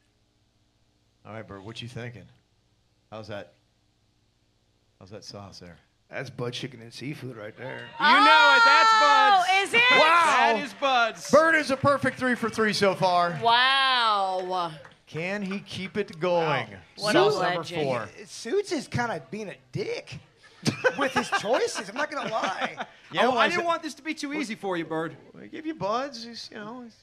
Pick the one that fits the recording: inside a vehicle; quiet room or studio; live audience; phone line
live audience